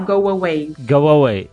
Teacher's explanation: na verdade cria-se um W mesmo entre os dois